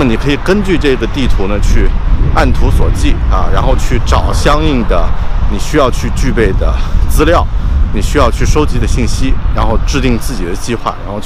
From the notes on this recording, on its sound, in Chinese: 这期在上班路上录制的节目